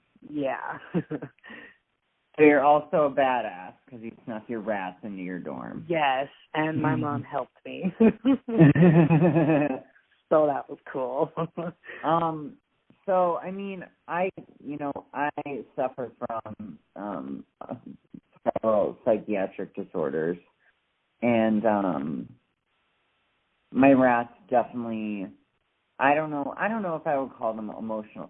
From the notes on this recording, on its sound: We recorded this episode via a phone call so i apologize for the sub par audio quality.